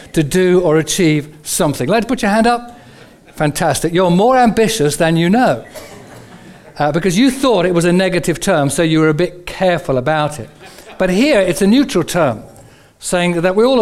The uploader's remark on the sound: Recorded on 01/11/15 at our Moseley gatherings